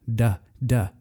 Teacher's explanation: when we have a voiced consonant, like a D, we do not aspirate it. D, D. There is no puff of air.